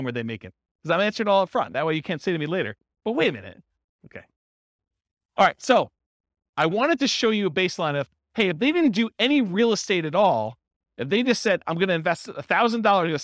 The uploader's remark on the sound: This was a live class recorded